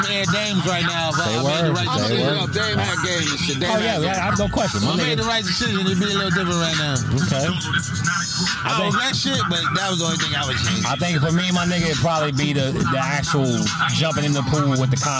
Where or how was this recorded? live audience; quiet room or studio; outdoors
outdoors